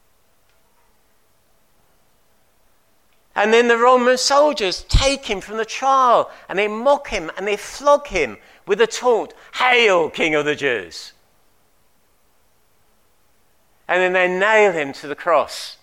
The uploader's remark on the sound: At King's Church, Cockermouth, as an audio file.